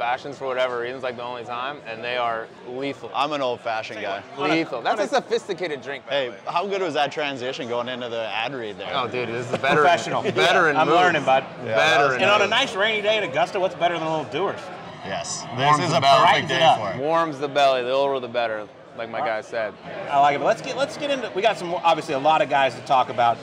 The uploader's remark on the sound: Live from Savannah Brewing Co. In Augusta.